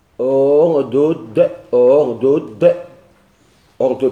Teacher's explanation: ثقالة في اجتماع دالين مسكنين